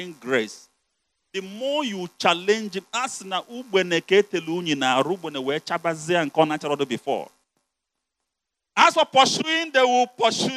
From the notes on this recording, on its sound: You're listening to the uncompromising word of God preached at the Overcomers Church World Outreach.